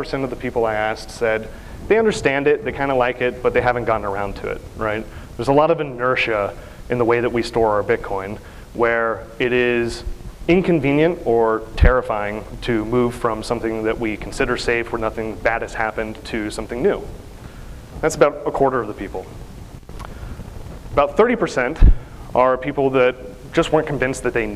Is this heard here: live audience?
yes